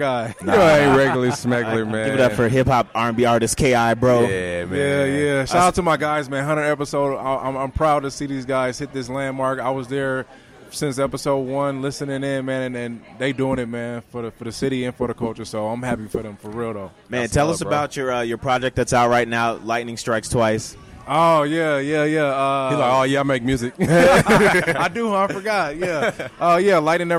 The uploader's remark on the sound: we celebrate our 100th Episode live at Rock Steady